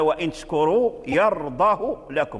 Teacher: لهذا الناظم علل قال لثقل الضم، أي نافع قرأ بقصر هاء الضمير في قوله تعالى يرضاه